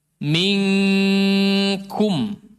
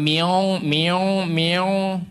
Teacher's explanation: Di sini juga ikhfa. Ikhfa kepada huruf kaf dan qaf. Ang bunyinya. Tapi bedanya tebal sama tipis. · Shown in: first take · Kalau kaf dia tipis.